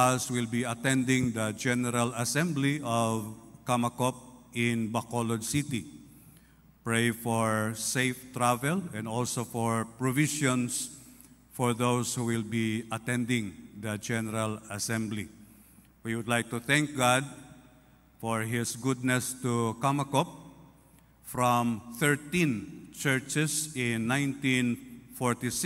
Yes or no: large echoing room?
yes